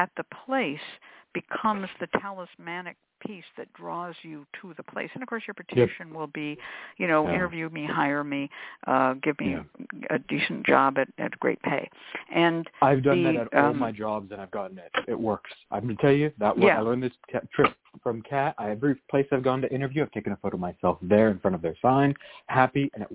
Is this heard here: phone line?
yes